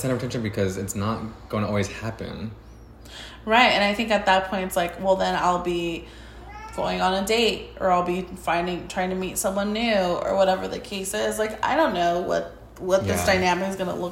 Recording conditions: sounds in the background